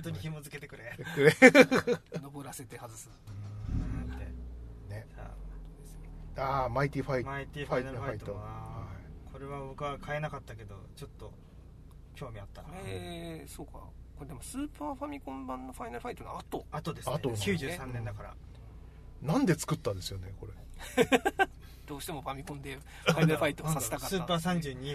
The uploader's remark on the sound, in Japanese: 南千住某セブンイレブンの駐車場スタジオで車中収録でした！